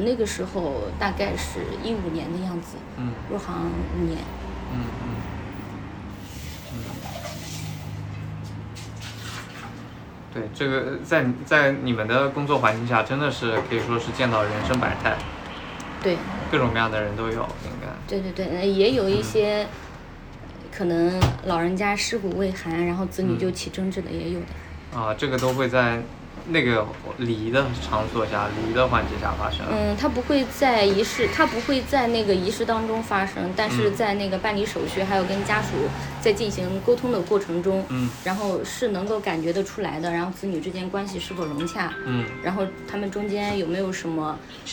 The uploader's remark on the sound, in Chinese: 把朋友约到咖啡馆来录制播客。在「土狗咖啡花鸟市场店」录制。